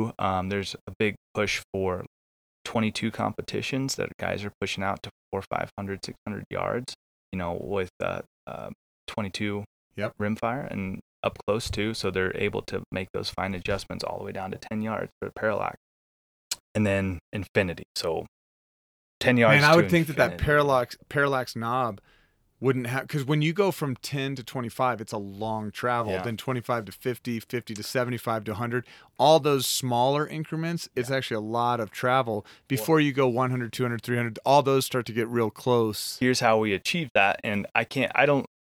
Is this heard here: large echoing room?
no